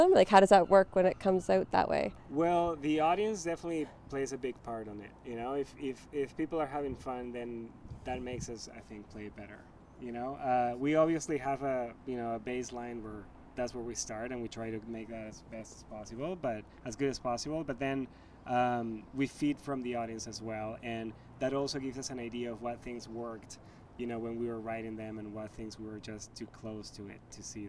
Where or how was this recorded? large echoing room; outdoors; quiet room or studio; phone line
outdoors